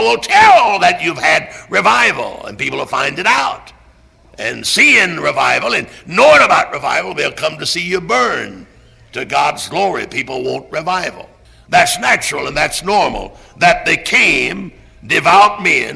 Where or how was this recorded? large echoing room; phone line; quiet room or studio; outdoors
large echoing room